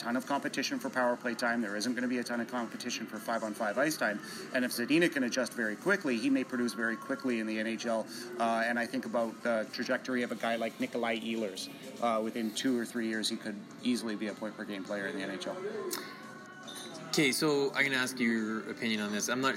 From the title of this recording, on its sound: Live from the NHL Draft